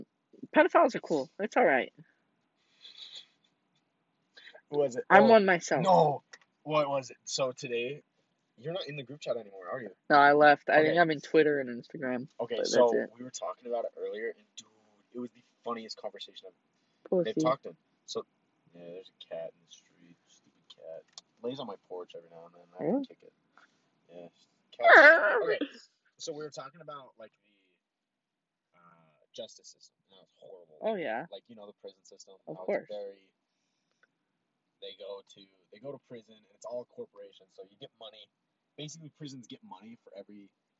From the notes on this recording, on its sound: Horrible audio makes for a great beginning so gotta love it.